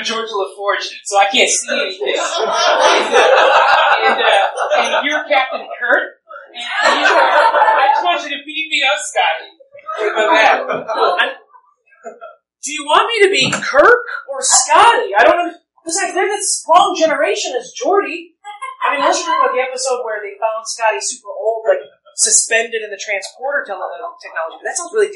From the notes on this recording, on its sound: The Nerdologues Live in Pittsburgh! Doing them to a packed crowd in a new city definitely gives them a new spin.